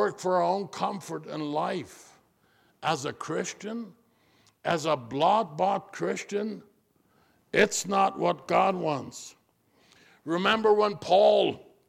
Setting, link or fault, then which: setting, large echoing room